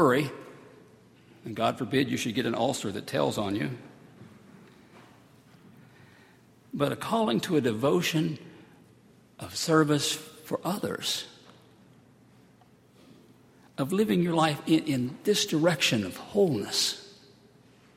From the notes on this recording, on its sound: at Highland Baptist Church